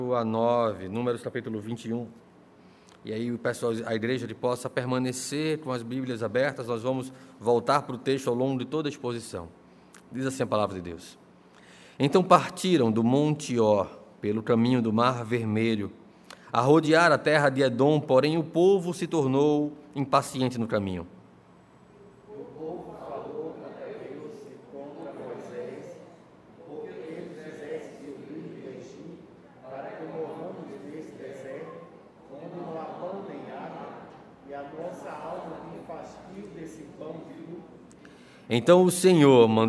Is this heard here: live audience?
yes